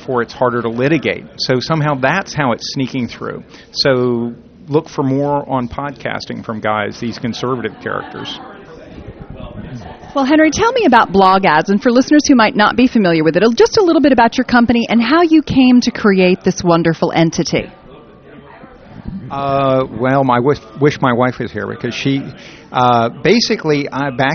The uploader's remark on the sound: Live from ad:tech Chicago! Chats it up from the show floor, with attendees at ad:tech Chicago.